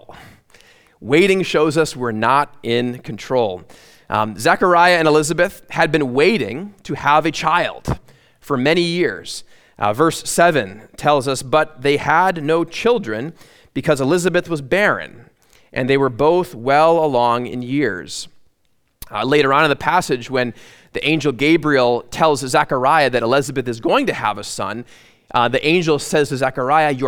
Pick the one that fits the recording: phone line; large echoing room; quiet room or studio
large echoing room